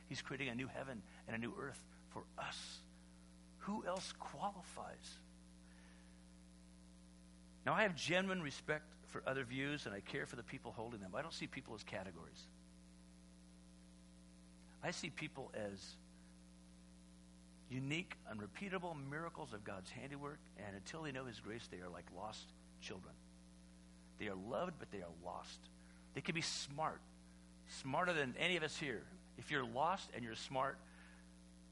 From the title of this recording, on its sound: Easter Sunday Service (sermon only)